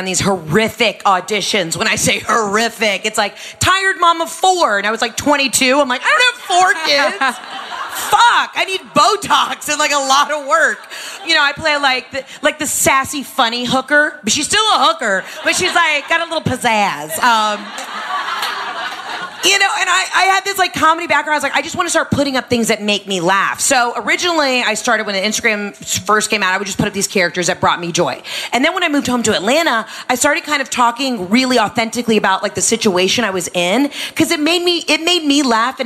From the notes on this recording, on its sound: Live Show. Bringing it to you LIVE from our event in New York at Chelsea Music Hall.